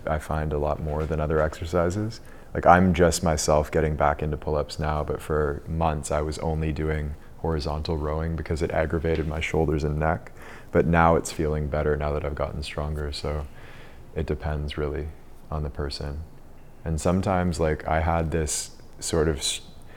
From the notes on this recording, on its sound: Recorded during the 2022 DeepGame retreat.